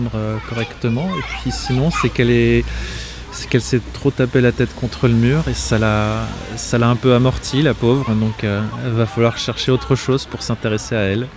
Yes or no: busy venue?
yes